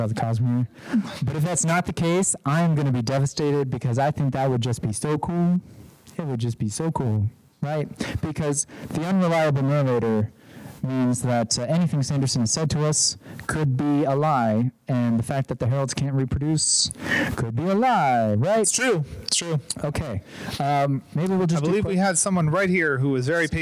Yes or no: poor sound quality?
yes